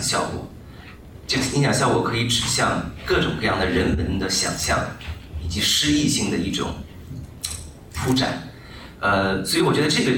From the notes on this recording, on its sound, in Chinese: 在其独奏会巡演媒体沙龙上的问答实况录音